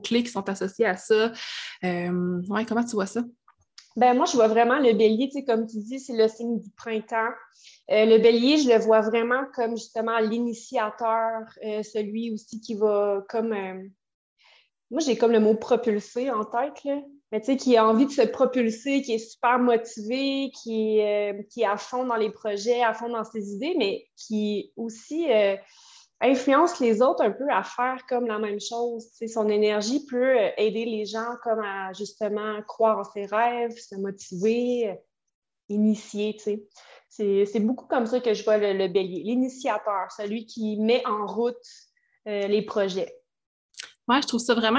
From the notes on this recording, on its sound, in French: Désolée pour la qualité audio, je suis consciente que l’enregistrement sur Zoom n’est pas l’idéal.